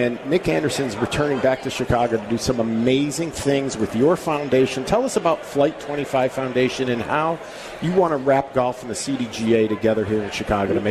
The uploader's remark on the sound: live in Rosemount, IL, for the Chicago Golf Show!